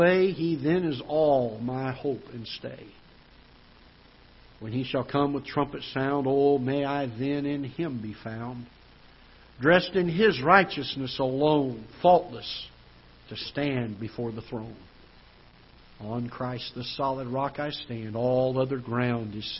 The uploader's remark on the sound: Ketha Heights Baptist Church ~ Live Broadcast.